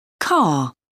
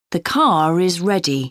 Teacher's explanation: When the word is linked to a word beginning with a vowel, the R sound reappears. · Shown in: second take